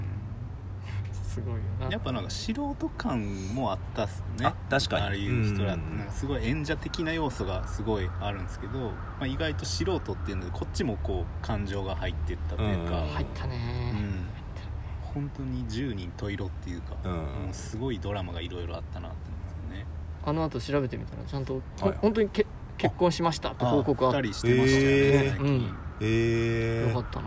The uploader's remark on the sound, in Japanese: もりのみやキューズモールでの営業終了後に収録した。今回は野外での収録だったので一部お聞き苦しい箇所があるかもしれません。